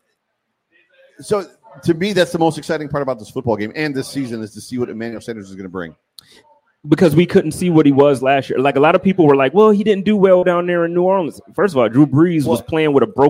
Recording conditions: busy venue